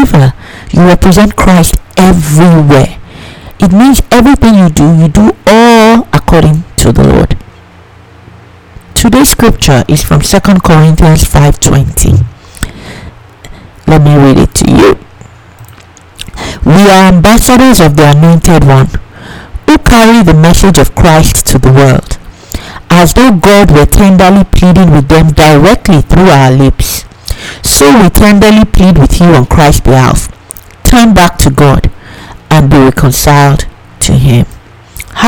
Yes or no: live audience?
no